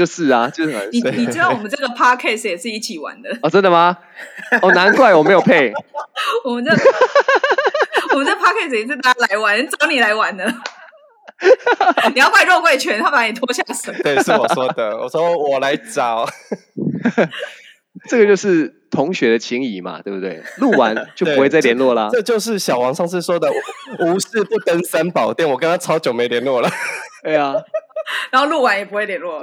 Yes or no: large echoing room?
no